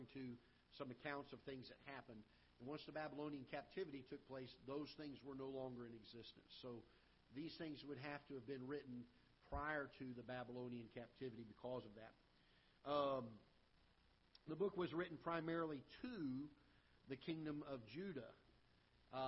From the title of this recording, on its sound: Ketha Heights Baptist Church ~ Live Broadcast